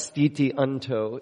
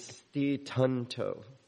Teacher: So it would be sti, S-T-H-I, and then you take the T-Y and you join it with the next word, unto · Shown in: second take · so it'd be tyanto.